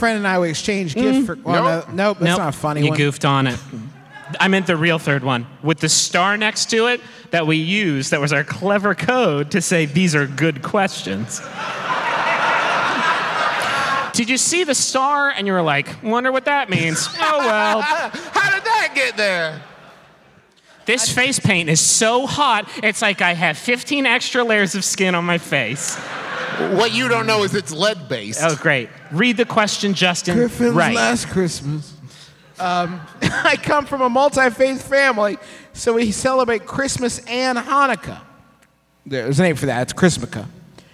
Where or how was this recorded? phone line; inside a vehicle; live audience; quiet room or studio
live audience